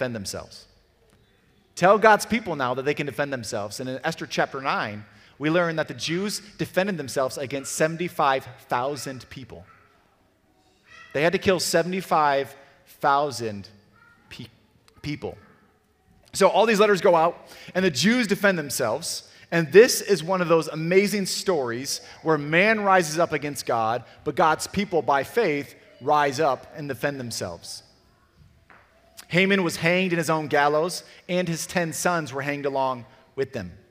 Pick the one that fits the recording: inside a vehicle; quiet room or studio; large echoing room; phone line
large echoing room